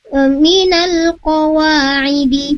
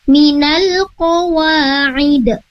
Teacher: Nah, di sana ketika dia diwakafkan di sana atau diberhenti di sana, maka silakan diwakafkan dengan dia qalqalahkan huruf dalnya. · Shown in: second take · Jadi tidak dibaca huruf kasrohnya idi, tapi minal qawa'id.